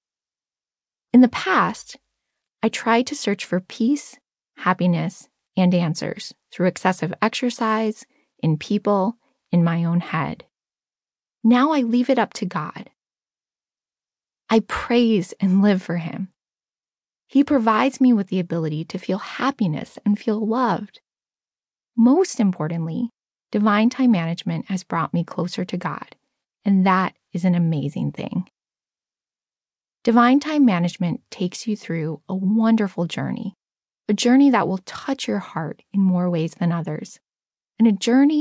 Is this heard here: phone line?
no